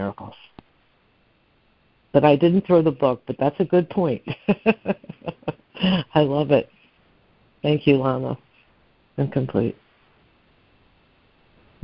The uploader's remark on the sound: ACIM Daily Conference Call